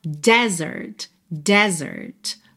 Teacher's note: Bom, o deserto se escreve exatamente como o verbo desertar ou abandonar, D-E-S-E-R-T, D-E-S-E-R-T, mas a sílaba tônica é a primeira e esse E é aberto